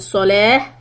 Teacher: Sad is heavy, and the ta marbuta becomes the ha sound when you take a breath.